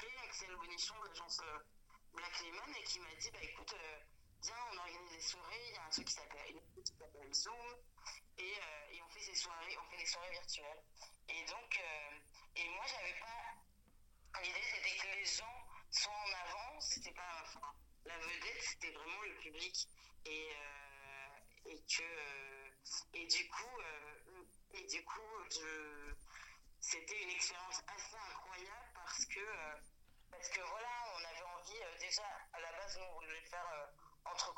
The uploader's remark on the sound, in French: Dans une interview téléphonique avec Pod'Arcès.